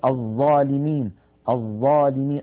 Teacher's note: ننبه بالنسبة لحرف الضاء على ما اعتاده بعض الناس في العاميات المعاصرة من إخراجها صوتا قريبا يعني من الزاي، أو عند القراء بسموها الصاد المشمزاي، مثلا يقول الظالمين الظالمين هذا الصوت ليس صوت الضاء.